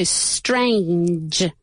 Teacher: Termina con un sonido como si fuera una CH, pero vibrada.